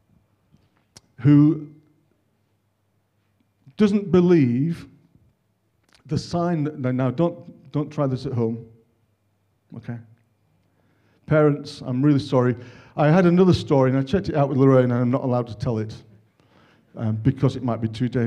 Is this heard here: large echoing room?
yes